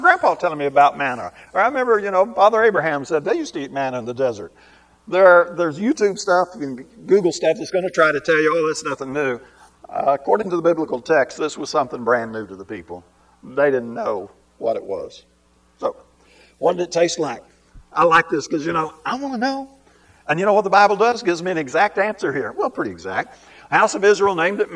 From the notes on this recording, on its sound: This lesson was recorded live and uploaded as a podcast unedited.